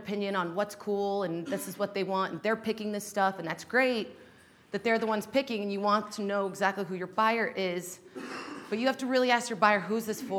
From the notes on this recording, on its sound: Shared with the skucon audience in Las Vegas where she delivered a talk.